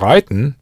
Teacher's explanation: That strong T softened to a D sound, giving you riding.